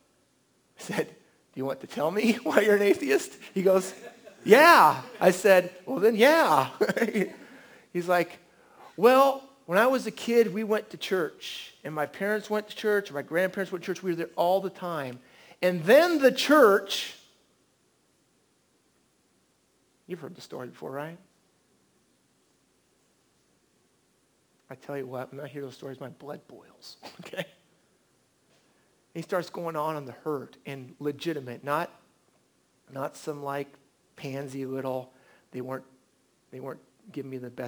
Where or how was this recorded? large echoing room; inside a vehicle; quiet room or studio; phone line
large echoing room